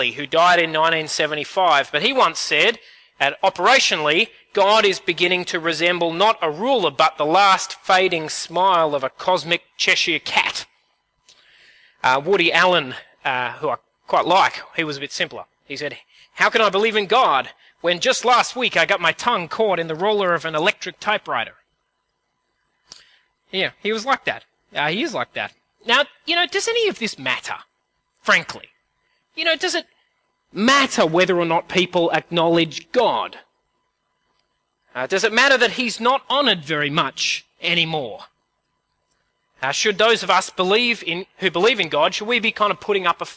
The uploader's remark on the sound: At a CIG service